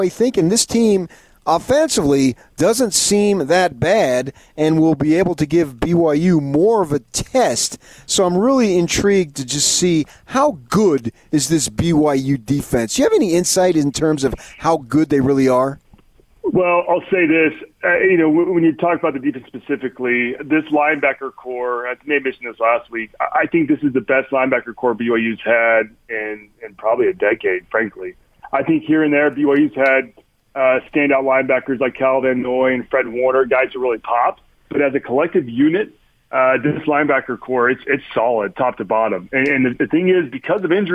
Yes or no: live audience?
no